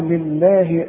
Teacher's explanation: واللام مرققة دائما ها وتكون أكثر رقة إذا كانت مكسورة